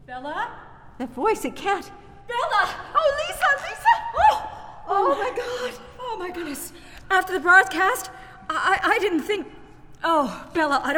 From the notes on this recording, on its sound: Recorded before a live audience